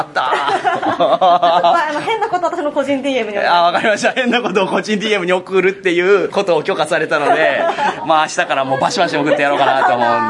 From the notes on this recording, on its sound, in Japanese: 突撃！すごろくや春の新作体験まつり’24！イベント会場収録のため、騒音雑音が激しく入っております。